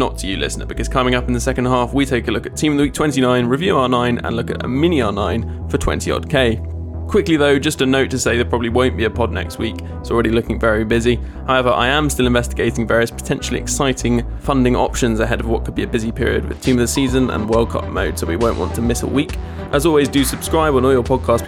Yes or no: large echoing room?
no